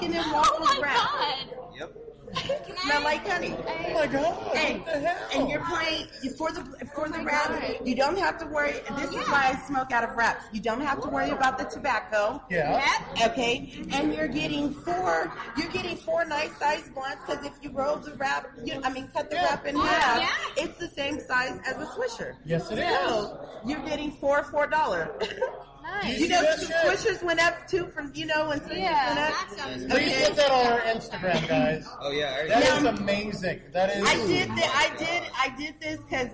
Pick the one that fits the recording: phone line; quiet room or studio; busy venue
busy venue